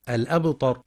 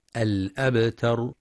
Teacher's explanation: فبعضهم يقرأ هو الأبتر، والصواب تحقيق همزة القطع في رواية حفص، وبعضهم يفخم التاء فيقترب لفظا من الطاء · Shown in: first take · الأبطر، والصواب ترقيقها الأبتر، وينتبه